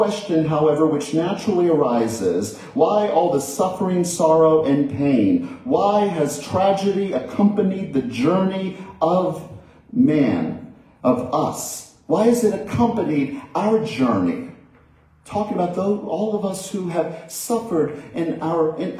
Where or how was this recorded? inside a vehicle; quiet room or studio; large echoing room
large echoing room